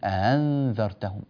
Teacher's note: ومنها التسهيل كما نسمع في أنذرتهم، الهمزة الثانية سهلناها، يعني أتينا بها بين بين هكذا خفيفة حتى تكون أيسر على الناطق.